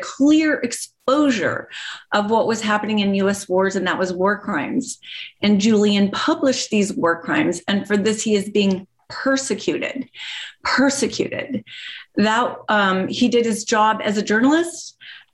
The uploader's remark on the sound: zoom gathering, with more than 90 people joining us